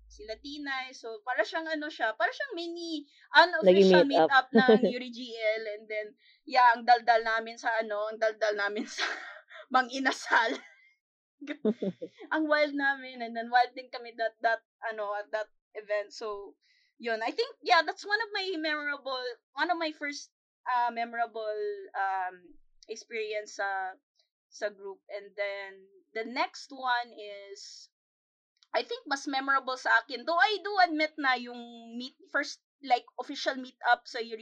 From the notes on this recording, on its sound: There has been a bit of technical issues in the recording.